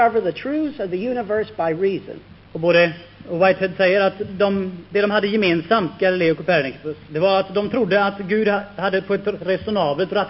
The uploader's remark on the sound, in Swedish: Inspelad i Akademiska föreningen i Lund 1973.